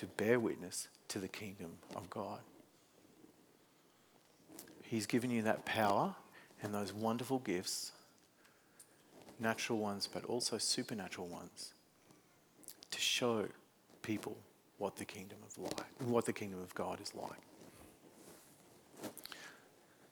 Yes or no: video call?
no